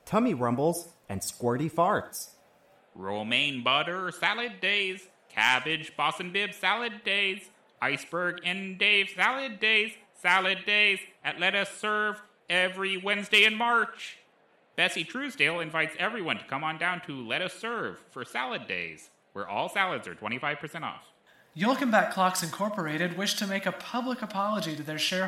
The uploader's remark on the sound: Live special coverage of the Little Mys Cornhole Competition.